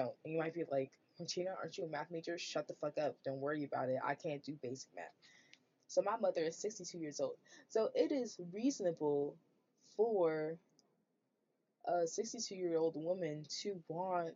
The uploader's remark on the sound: my audio is bad now, but wait till i get my tiny mic